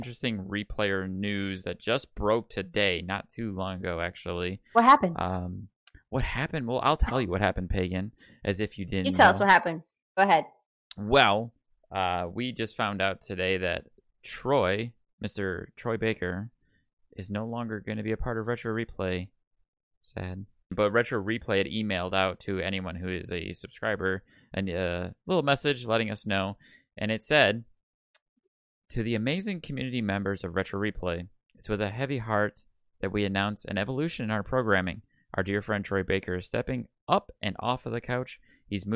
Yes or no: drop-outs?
yes